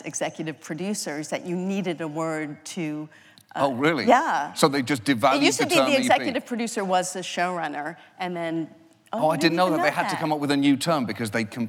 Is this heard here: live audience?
yes